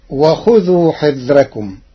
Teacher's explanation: قرأ ورش كلمة حذركم بترقيق الراء لوجود كسر قبلها غير منفصل عنها بحرف الاستعلاء